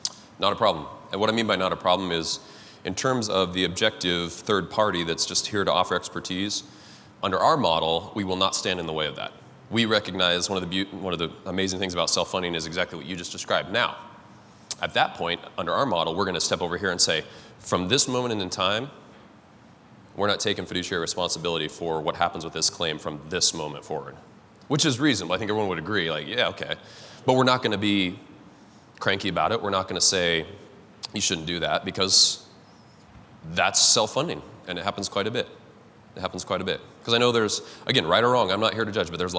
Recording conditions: live audience